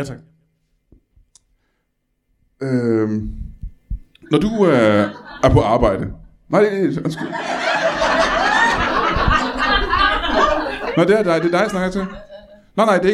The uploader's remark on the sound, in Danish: LIVE fra Tobbers i Kolding. Optaget foran et mageløst publikum på gode gamle Tobbers i Kolding.